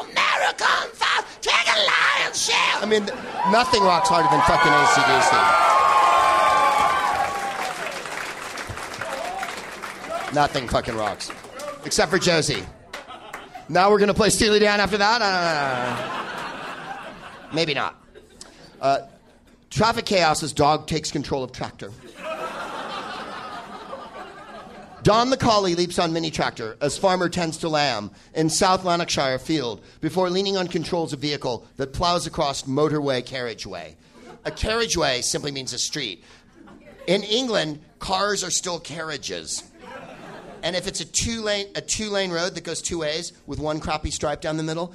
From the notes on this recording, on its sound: Live from Comedy Works in Denver